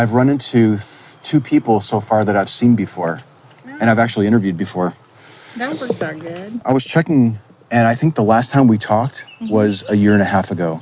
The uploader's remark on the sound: Location: San Antonio, Texas. Recorded w/Go-Pro.